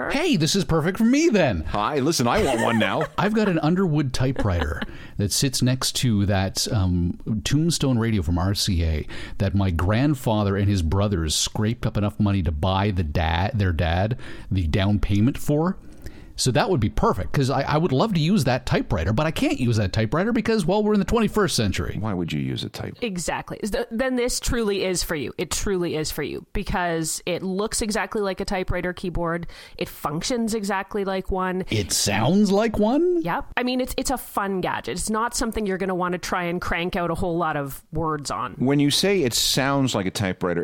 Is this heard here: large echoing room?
no